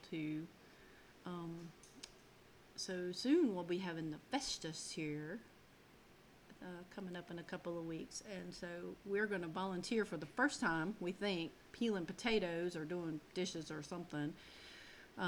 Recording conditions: uneven or low level